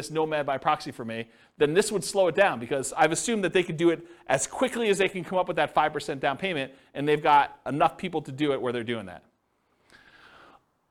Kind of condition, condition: setting, live audience